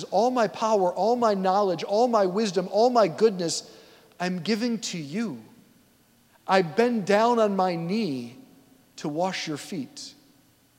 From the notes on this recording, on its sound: At St Basil the Great Catholic Church in Brecksville, OH.